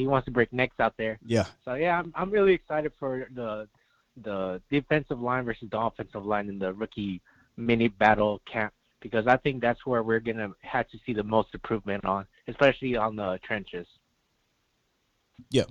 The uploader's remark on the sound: Takes your phone calls. Audio versions of the LIVE shows.